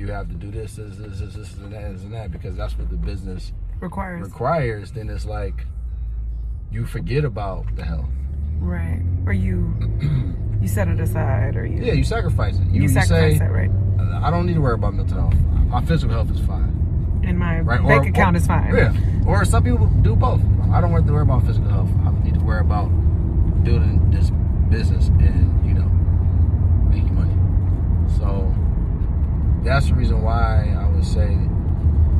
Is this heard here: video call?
no